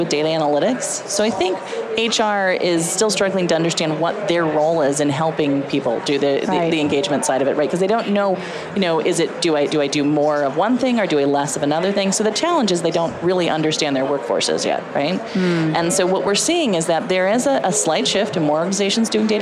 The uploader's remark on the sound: LIVE from Las Vegas, at #HRTechConf